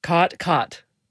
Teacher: Yes, there you have what's called the caught merger, or in linguistic circles, the low back vowel merger, which is sort of the biggest marker of Western speech.